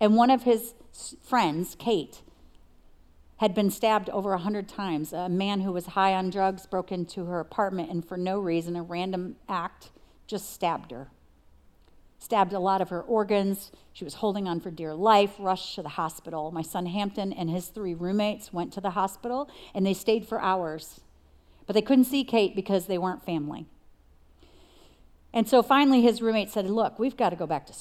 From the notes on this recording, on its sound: Recorded live at CrossWinds Church on September 17th , 2023.